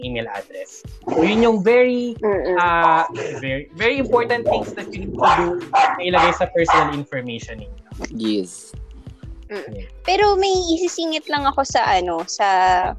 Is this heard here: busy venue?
no